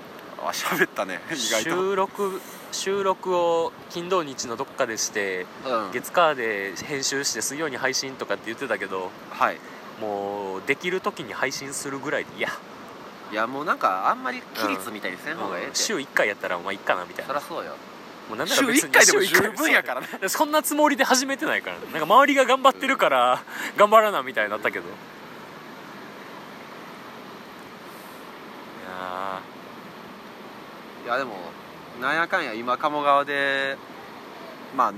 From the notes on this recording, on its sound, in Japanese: 夜中の鴨川収録